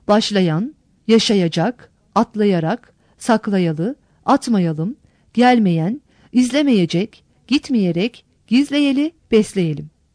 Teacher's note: bu fiillerdeki A, E ünlülerinde söyleyişte yaygın bir daralma, I ve İ'ye dönme eğilimi görülür. Ancak söyleyişteki I, İ sesleri yazıya geçirilmez.